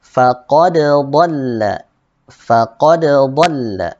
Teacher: Dibaca jelas huruf dalnya dikolkolahkan.